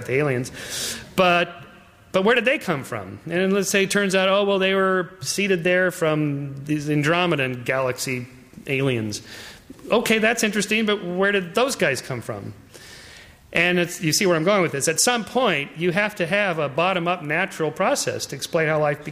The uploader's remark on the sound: Talk presented by the Division of Biological Sciences and the Helen Edison Lecture Series at the University of California, San Diego.